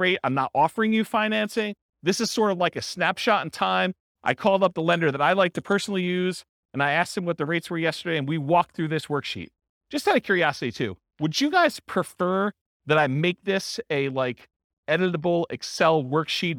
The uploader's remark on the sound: This was a live class recorded